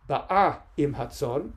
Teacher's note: The stress syllable is the second syllable. It's the one with the aleph, not the one with the bet.